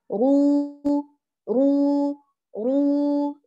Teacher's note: بينما لو كان الراء مضموما فإننا نعمل الشفتين في مخرج حركته، رو رو رو بهذا الشكل. عدا ذلك في هذا الموضع الراء لا عمل للشفتين.